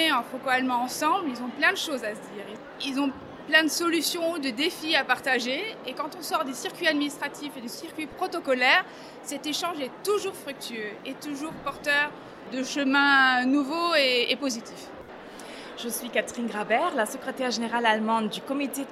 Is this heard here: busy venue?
yes